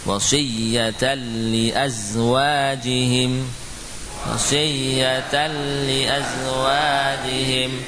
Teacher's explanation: hukum nun sukun atau tanwin bertemu lam dan ra adalah idgham bila gunnah. Nunnya atau tanwinnya hilang. Ya, hilang secara total. Ya, tidak ada lagi zatnya, tidak pula ada sifat yang tersisa.